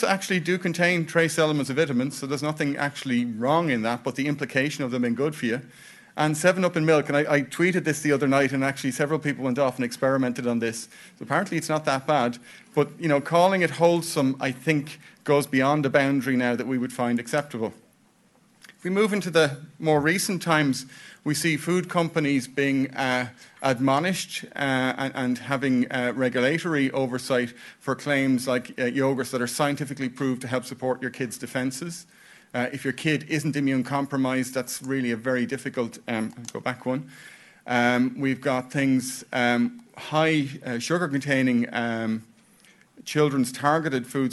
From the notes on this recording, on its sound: This podcast is taken from a recording symposium on hosted by safe food at the 2019 Federation of European Nutrition Societies conference. This podcast is taken from a recording symposium on hosted by safe food at the 2019 Federation of European Nutrition Societies conference.